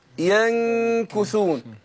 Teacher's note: الغنه هنا تتبع ما بعدها ماشي تفخيما وترقيقا